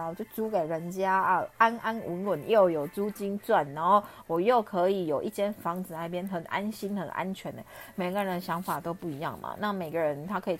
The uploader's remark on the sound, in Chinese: 這一集換了錄音方式，所以有些沙沙的聲音。